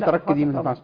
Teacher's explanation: نراعي تفخيم الراء وترقيق التاء والكاف